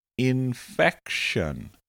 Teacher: Infection has a short I, short E, and then the shun sound